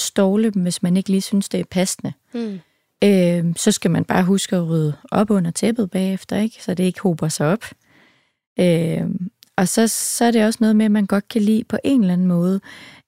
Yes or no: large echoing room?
no